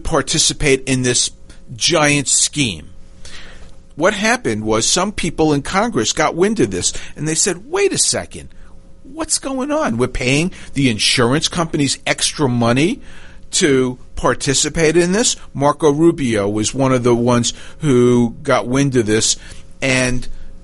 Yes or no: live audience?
no